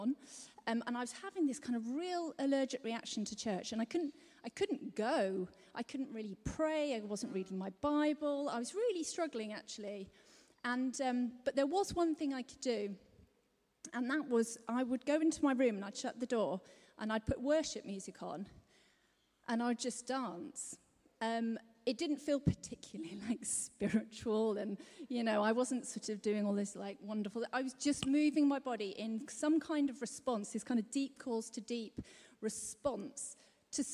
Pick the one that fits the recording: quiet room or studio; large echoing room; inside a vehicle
large echoing room